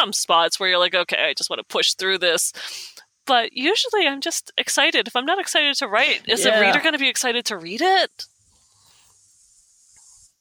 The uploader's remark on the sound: It's a whole new set up, a whole new recording system. I'm currently on the road, so I'm sitting outside next to a library in Canada, in Poult port Colborne. I'm sitting outside because there's no, I don't want to disturb the other library listeners. If you hear a little bit of traffic and cicadas on this beautiful August day.